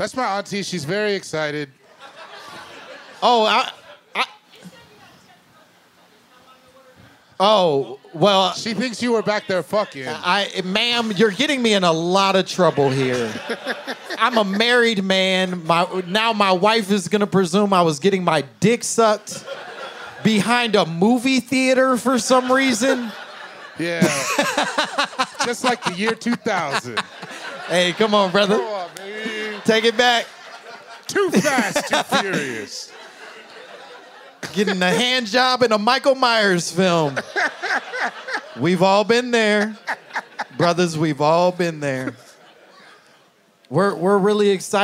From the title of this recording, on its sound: My Momma Told Me Live from Seattle!